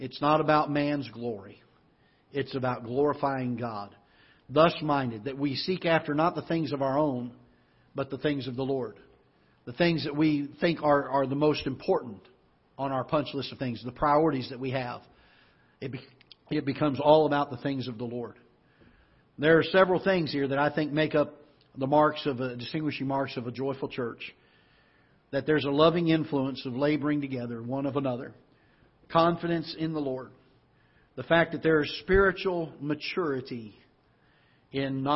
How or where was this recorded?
large echoing room